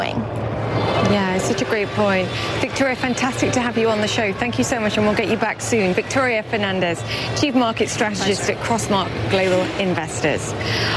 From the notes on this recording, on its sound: live from the New York Stock Exchange